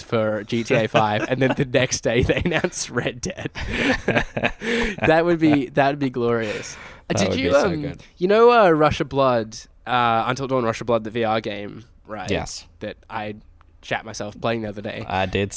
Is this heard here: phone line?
no